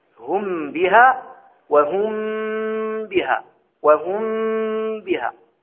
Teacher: الإخفاء يكون بإطباق الشفتين إطباقا محكما